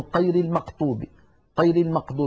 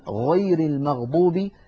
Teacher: يشوبون صوت الغين بشيء من القاف · Shown in: first take